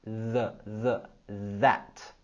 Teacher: Tenemos el sonido TH sonoro en that.